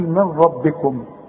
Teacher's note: نون ساكنه بعدها ر اسقطها من النطق · Term: ادغام كامل بدون غنه